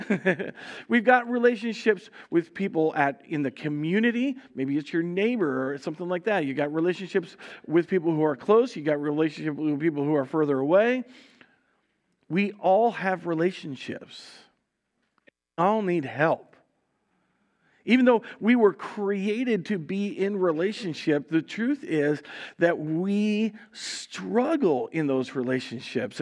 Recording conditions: large echoing room